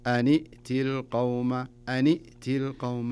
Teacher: فإذا التقى الساكنين نكسر الساكن الأول. تصير النون بدل ما هي سكون كسرة. أن ائتي، ولا نقول أن ائتي، أن ائتي، أن ائتي كذا تكون.